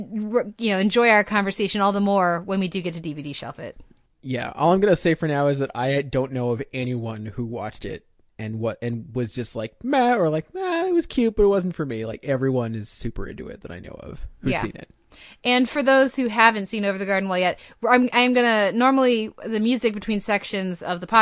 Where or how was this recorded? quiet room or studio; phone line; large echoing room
quiet room or studio